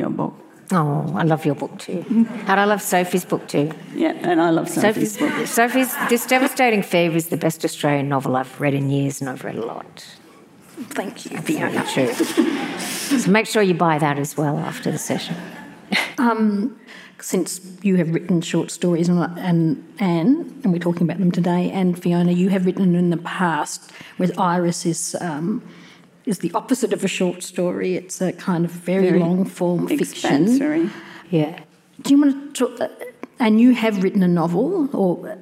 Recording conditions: live audience